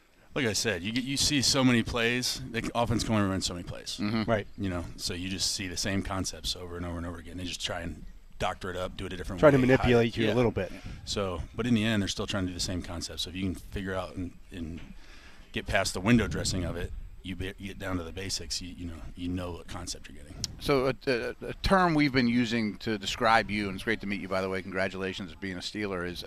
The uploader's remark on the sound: live for day 4 of the Steelers OTAs